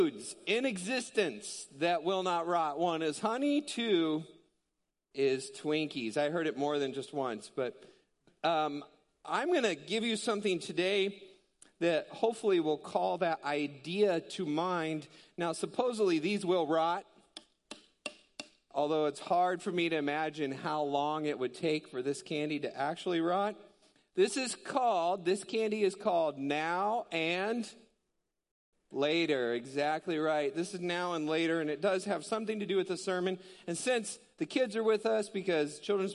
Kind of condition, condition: setting, large echoing room